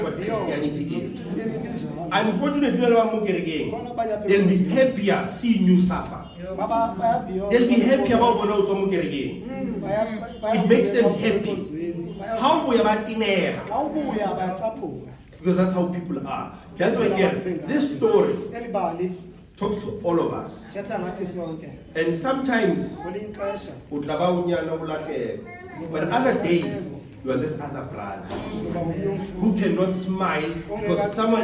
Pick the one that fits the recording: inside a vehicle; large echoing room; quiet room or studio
large echoing room